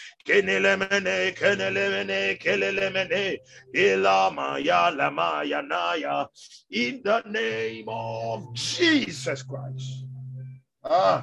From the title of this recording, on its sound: Zoom meeting